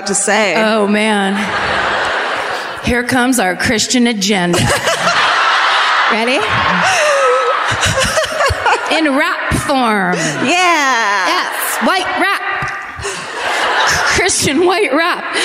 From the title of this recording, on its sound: Live at the Lyric in Baltimore